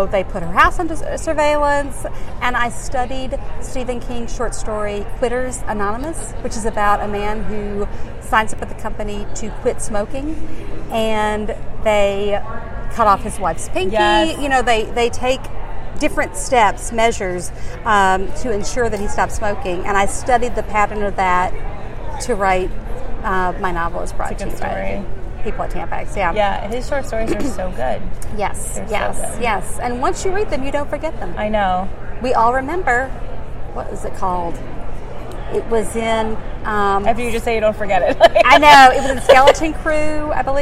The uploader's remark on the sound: Interview was recorded live at ALA Midwinter.